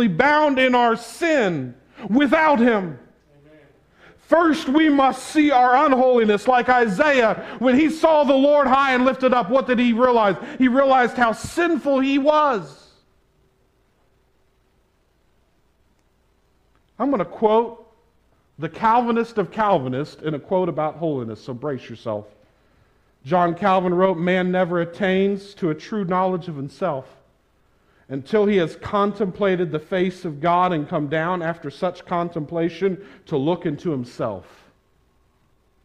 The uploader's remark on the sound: This sermon was preached at the Tarrant Bible Methodist Church on May 1, 2022.